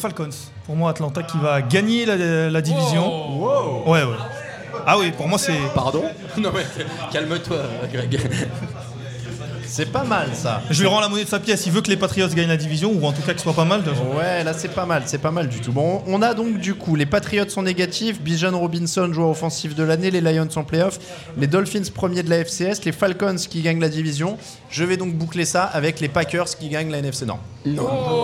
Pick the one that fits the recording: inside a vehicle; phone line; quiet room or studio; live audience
live audience